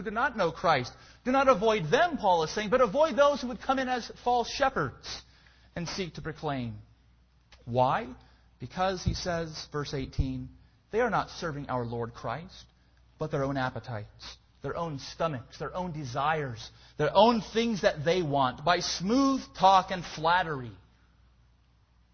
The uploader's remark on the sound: Preached at Escondido URC